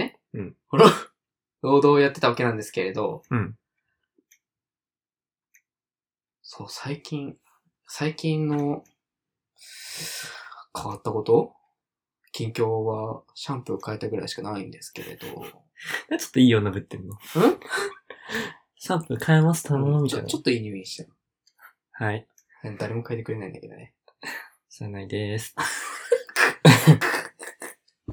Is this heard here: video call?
no